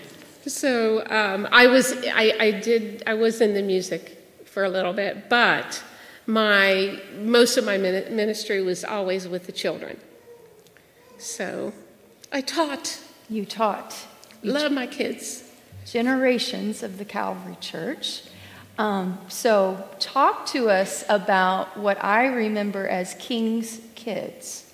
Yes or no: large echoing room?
yes